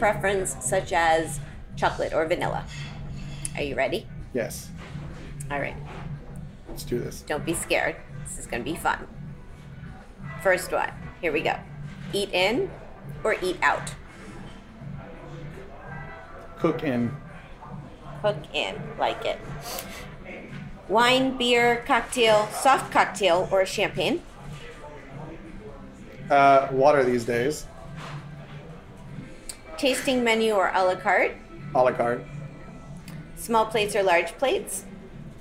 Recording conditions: busy venue